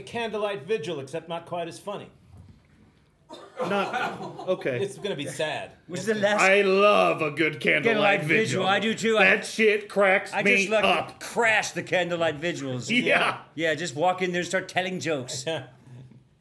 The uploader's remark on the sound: Live from the Miami Improv Festival!!